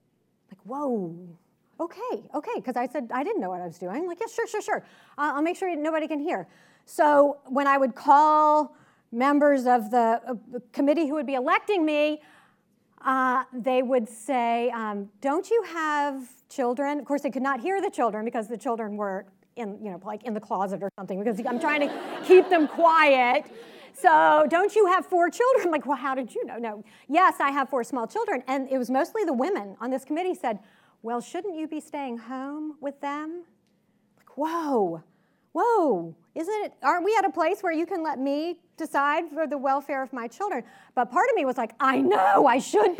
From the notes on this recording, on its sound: Recorded at the 2019 Western Women's Summit hosted by the Clare Boothe Luce Center for Conservative Women in Santa Barbara CA on April 5, 2019. Her remarks were recorded at the 2019 Western Women's Summit hosted by the Clare Boothe Luce Center for Conservative Women in Santa Barbara CA.